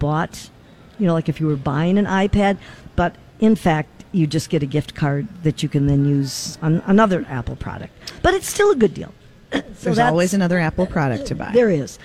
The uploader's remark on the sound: Broadcast Live at the Galleria for Small Business Saturday!